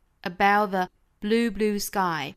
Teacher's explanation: about 尾部的发音也省掉了